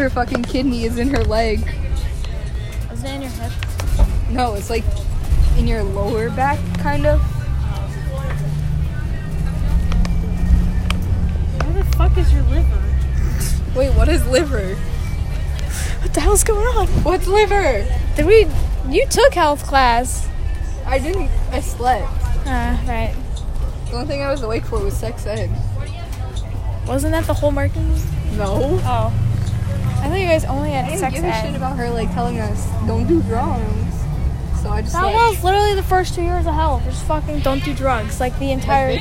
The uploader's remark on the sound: Recorded on a bus